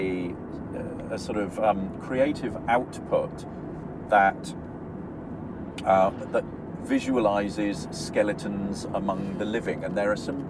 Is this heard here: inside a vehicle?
yes